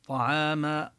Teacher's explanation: العين دائما مرققة والطاء دائما مفخمة، والميم هنا التي عليها التنوين حكم التنوين الإخفاء.